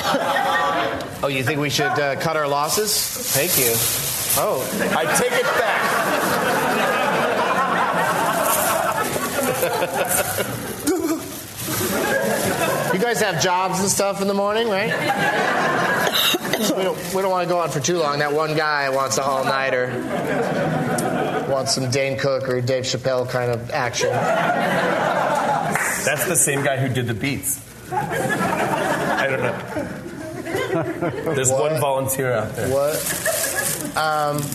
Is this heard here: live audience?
yes